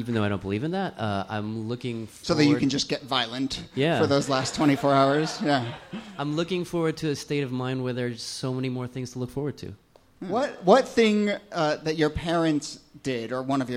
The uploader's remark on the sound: Ask Roulette is a conversation series in which strangers ask each other questions on stage. This excerpt is from our January regular show at Housing Works Bookstore.